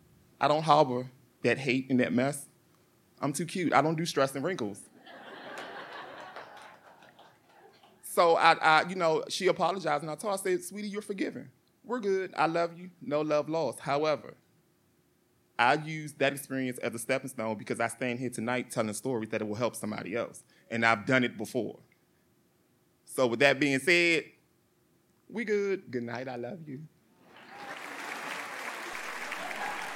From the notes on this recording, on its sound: true stories told live on the Story District stage